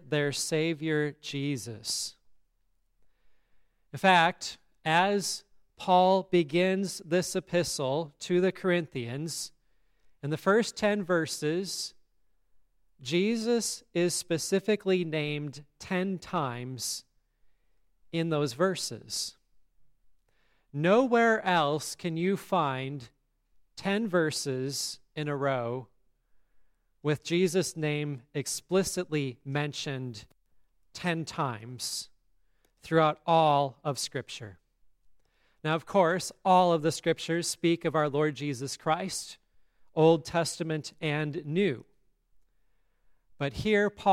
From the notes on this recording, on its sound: Today's service at Grace Lutheran Church, Lexington, MO.